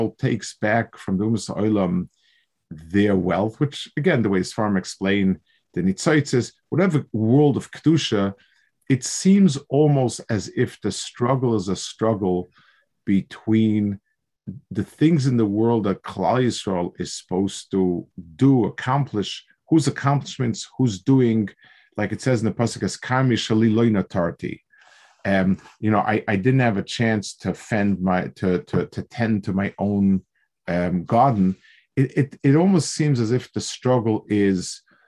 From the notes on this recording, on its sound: This shiur take place over Zoom